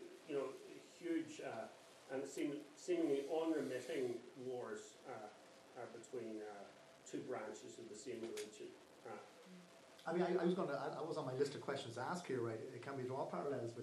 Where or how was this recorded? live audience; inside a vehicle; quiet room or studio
live audience